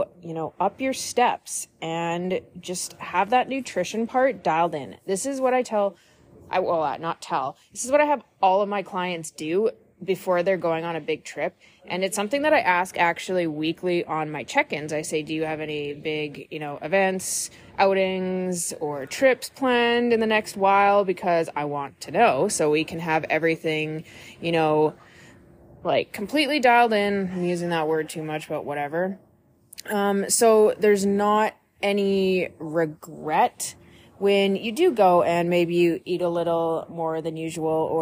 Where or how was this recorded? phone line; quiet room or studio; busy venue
busy venue